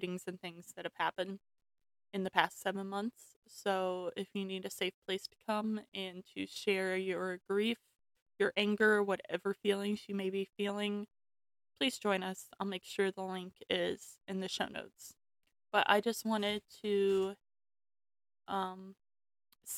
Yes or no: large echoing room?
no